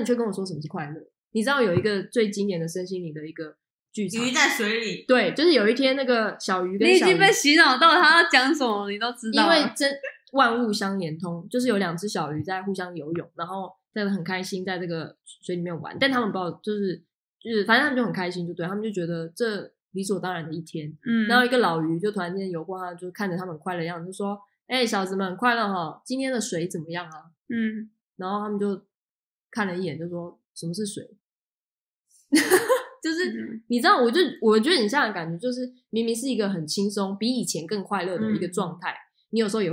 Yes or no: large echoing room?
no